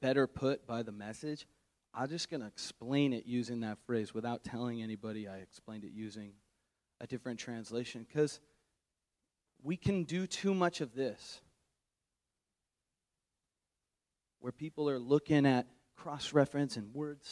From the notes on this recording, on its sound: Homiletics Q&A Panel. Answer questions from the audience.